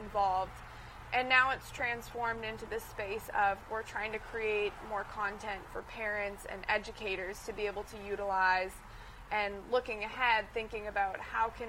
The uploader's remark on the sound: live from Saratoga Race Course